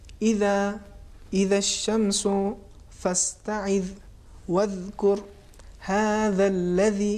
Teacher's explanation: ذال کی آواز میں ہمیں تفخیم نہیں لانی، آواز بالکل باریک ہو عام طریقے سے ہیں · Term: حرف ذال